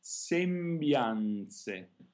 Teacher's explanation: both the M and the N are voiced consonants, each followed by another consonant. So we really want to hear them lengthened.